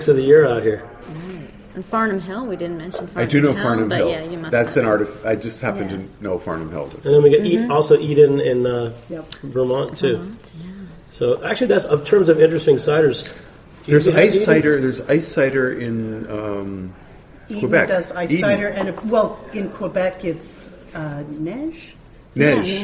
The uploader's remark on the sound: a special show at The Food & Enterprise Conference in Industry City in Brooklyn